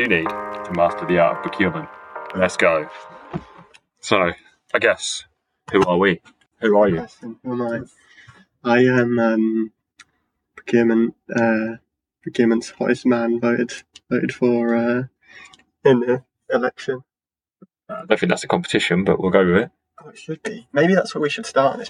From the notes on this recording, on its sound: Barbershop Pilot Ramble. Testing a couple of locations for recording the pod results in some questionable audio quality. We would like to assure you that the first half of this recording is the worst audio you will listen to.